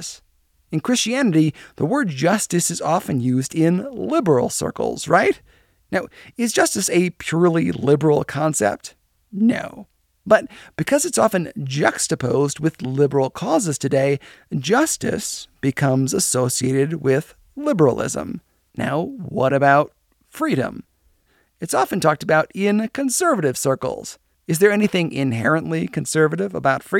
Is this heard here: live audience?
no